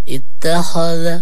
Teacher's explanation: كلمة اتخذ يعني تاء مرققة خاء مفخم ذال مرقق